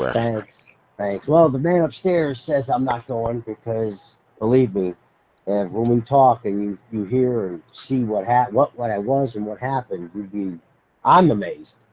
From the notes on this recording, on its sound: I made a phone call to square up the usual details. My phone has an automatic call record feature and the entire phone call was indeed Recorded.